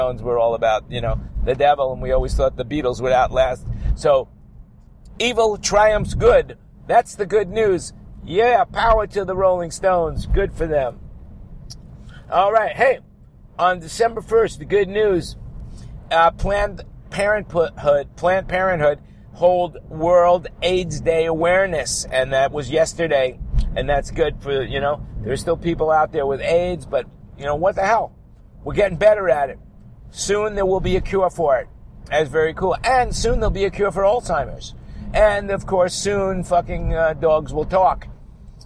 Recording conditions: inside a vehicle